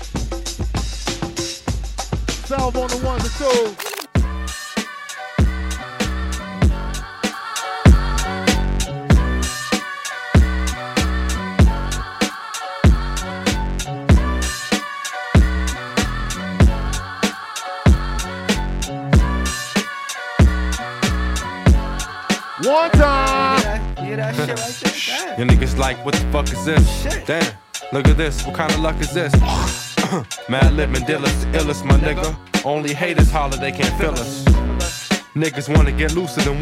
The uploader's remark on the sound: Recorded at The Do-Over Brooklyn as part of #THEDOOVER10.